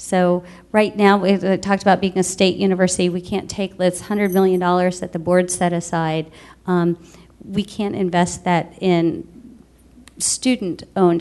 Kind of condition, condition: setting, live audience